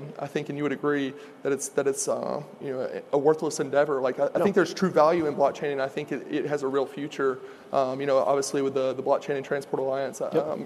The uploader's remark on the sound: At FreightWaves LIVE: Chicago.